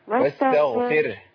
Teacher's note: بعد ما خلص الغين على طول كله مرقق بعد كده